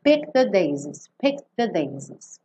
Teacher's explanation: Aqui é super interessante você juntar o D do picked já no the daisies e lembrar que esse E do picked não tem som.